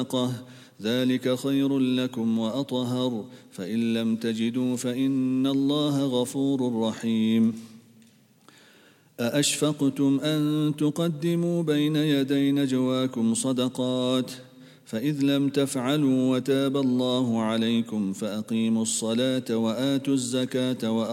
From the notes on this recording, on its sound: at the Houghton Masjid (West Street)